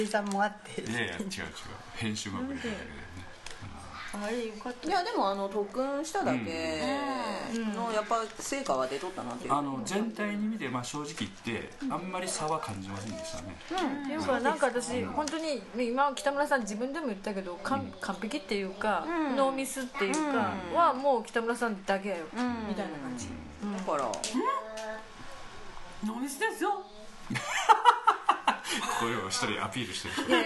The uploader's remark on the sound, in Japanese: かなりリラックスをして、折り紙を折りながらの何とも非常識な収録になりました。電気的なノイズが多いのではありません。